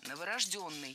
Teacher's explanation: Ударение ставим на «ё» в 4-м слоге.